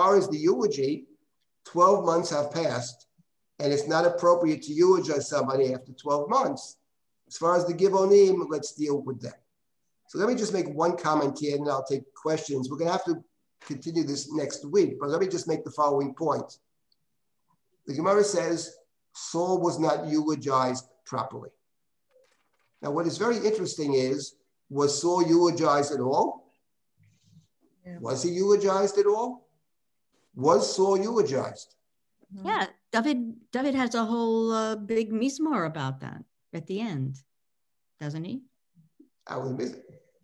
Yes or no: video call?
yes